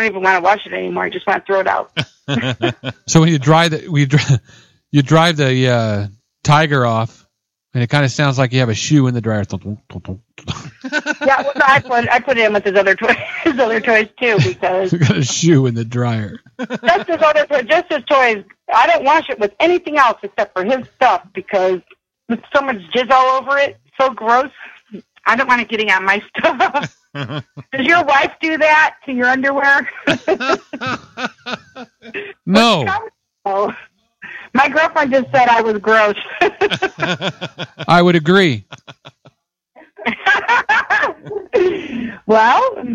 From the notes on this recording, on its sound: is our phone guest for this edition